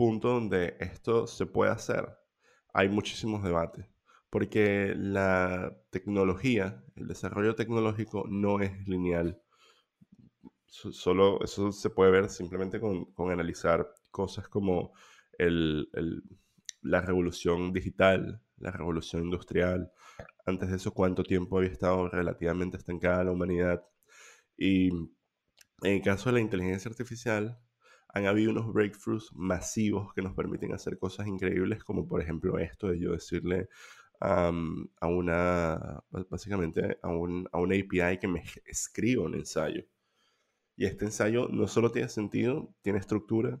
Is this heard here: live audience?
no